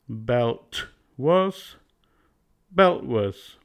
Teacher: If T is at the end of the first syllable in a CC connection, we delete it and add a glottal stop.